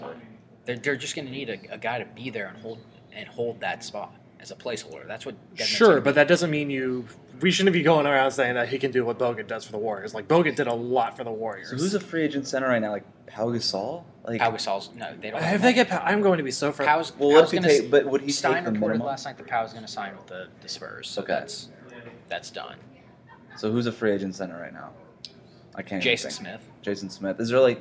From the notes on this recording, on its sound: broadcast live from Summer League